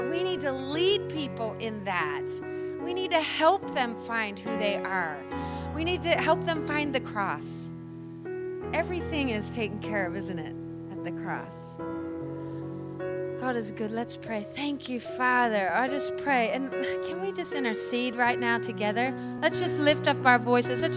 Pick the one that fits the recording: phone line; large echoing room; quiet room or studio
large echoing room